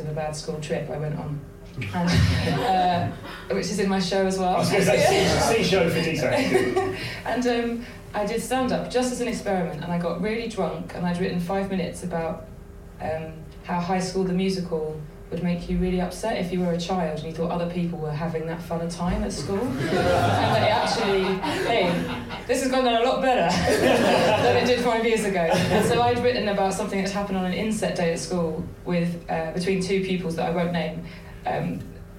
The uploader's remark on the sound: Recorded live at the Gilded Balloon during the Edinburgh Fringe.